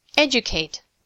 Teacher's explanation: in educate, the D gets changed, but the long U can still be heard. · Term: consonant change